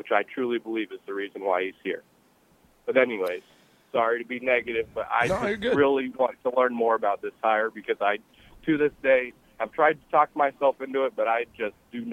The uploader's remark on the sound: Live from Big Ten Media Day in Indianapolis. 93.7 The Ticket's coverage of 2022 B1G Media Days at Lucas Oil Stadium in Indianapolis.